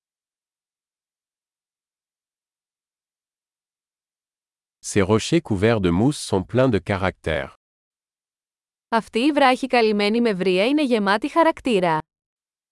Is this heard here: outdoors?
yes